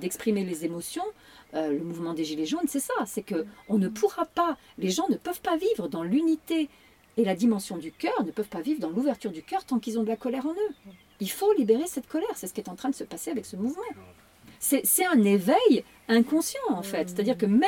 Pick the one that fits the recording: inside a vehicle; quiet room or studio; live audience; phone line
inside a vehicle